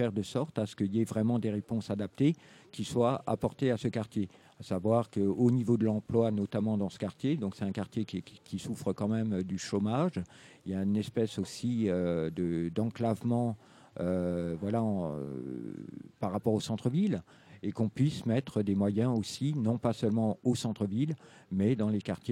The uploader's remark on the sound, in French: en direct du Drouot pour le premier jour de Scènes de Rue